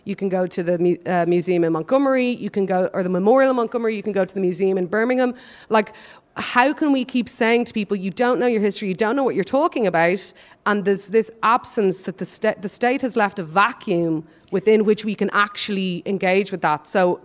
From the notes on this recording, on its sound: live in Liberty Hall Theatre